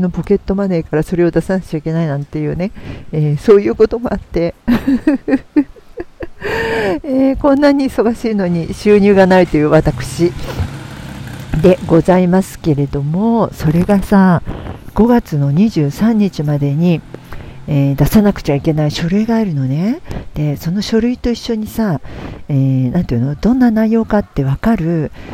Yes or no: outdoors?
yes